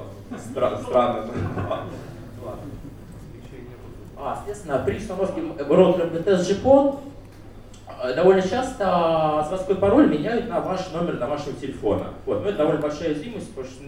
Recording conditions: large echoing room